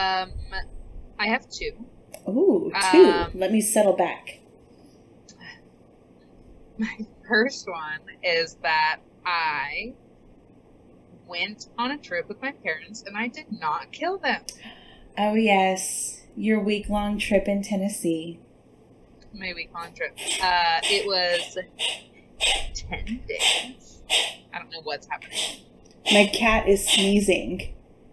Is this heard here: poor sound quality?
yes